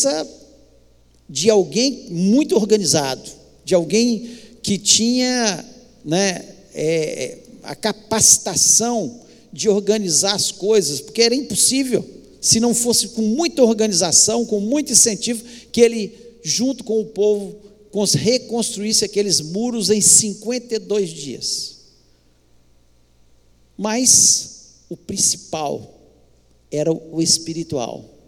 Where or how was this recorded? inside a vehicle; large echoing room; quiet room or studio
large echoing room